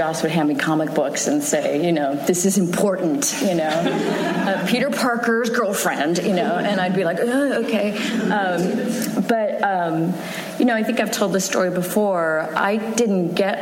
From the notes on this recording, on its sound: Recorded at Largo at the Coronet on November 6, 2016.